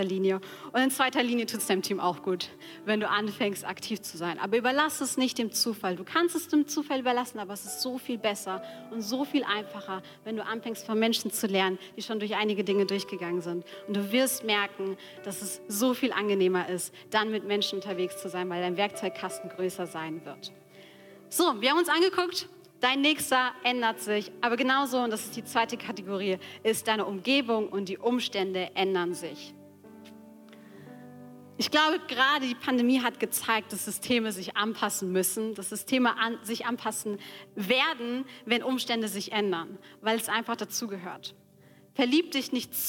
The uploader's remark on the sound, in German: Die Aufnahmen sind im Rahmen unseres gemeinsamen Wochenstarts als Angestellten-Team in der Move Church entstanden.